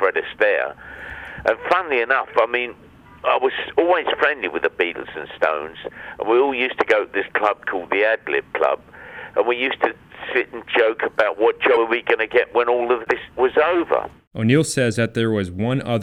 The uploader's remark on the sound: Via telephone. Digital recorder.